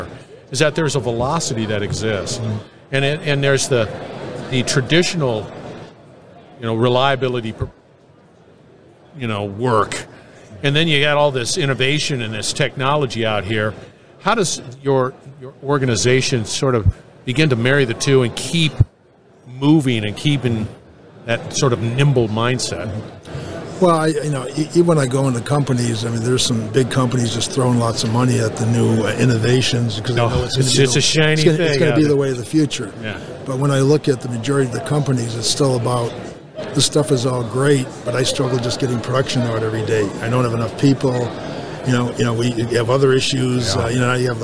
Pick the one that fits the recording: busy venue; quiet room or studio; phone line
busy venue